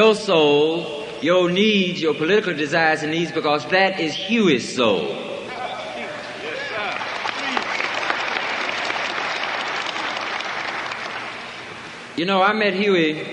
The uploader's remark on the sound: At Free Huey Rally